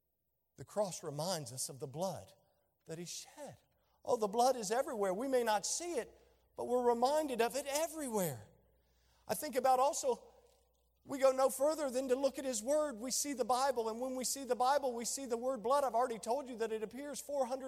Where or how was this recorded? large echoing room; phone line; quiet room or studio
large echoing room